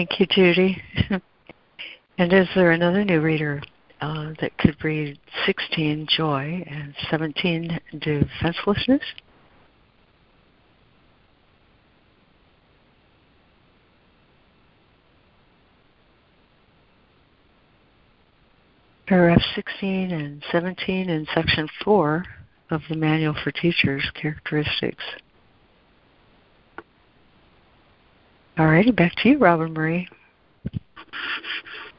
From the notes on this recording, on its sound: ACIM Daily Conference Call